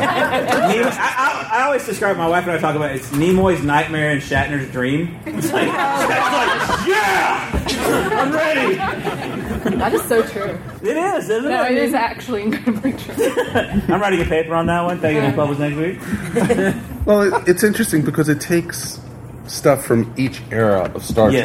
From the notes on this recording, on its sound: Recorded live at Dragon Con 2019!